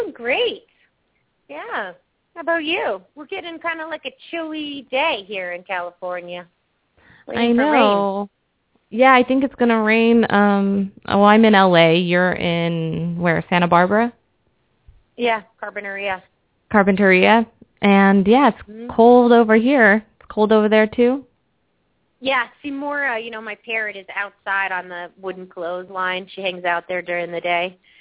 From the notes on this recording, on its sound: open up the lines for listeners to call